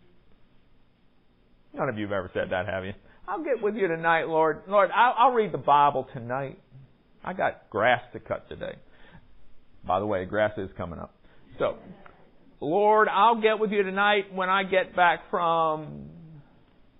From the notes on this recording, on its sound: Recorded at Salem Presbyterian Church, Studely, VA on February 23, 2020